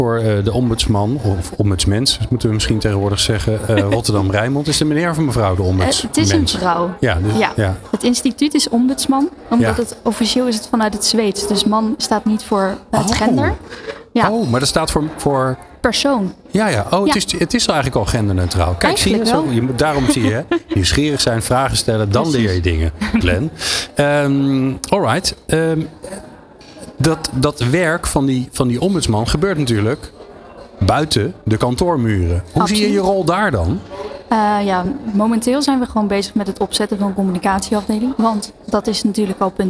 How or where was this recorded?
busy venue